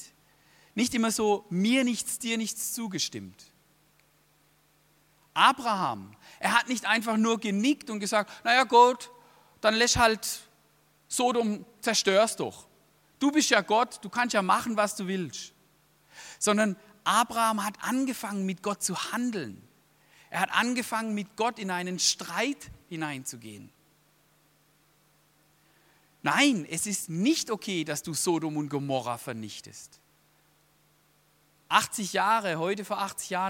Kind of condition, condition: setting, large echoing room